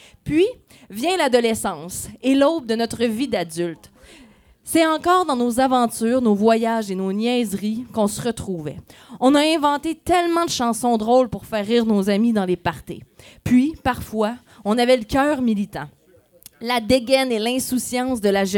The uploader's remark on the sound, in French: A été enregistré devant public au Broue-Pub la Perdrix.